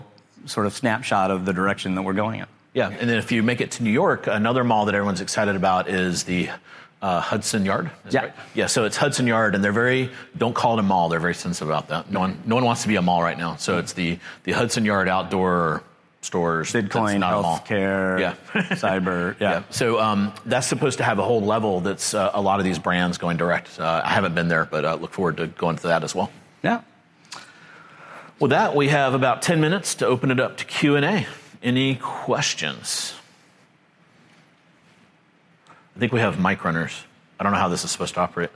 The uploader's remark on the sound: Live show. This is a live presentation from the ChannelAdvisor Connect show in Austin, Texas.